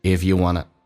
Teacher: want to 在口语化当中可以说成 wanna